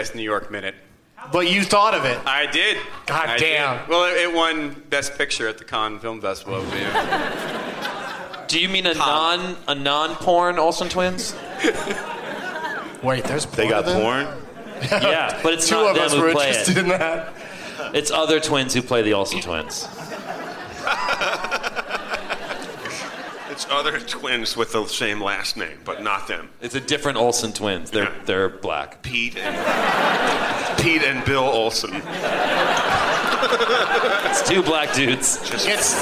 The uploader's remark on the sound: Live from the Gramercy Theater. The New York edition of the 12 Guests of Christmas competition.